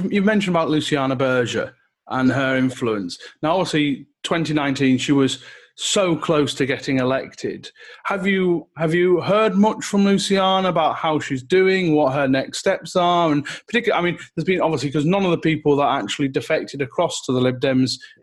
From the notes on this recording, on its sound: This episode we continue our LibDem Virtual Conference.